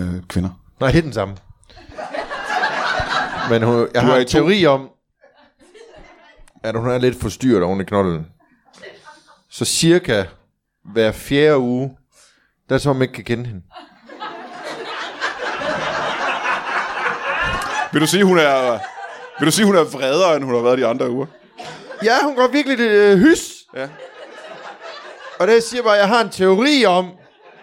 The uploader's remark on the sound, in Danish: LIVE fra Kolding